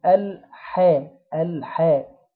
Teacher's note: الحاء الحاء مفتوحة مرققة فنجيبها على هيئة المبتسم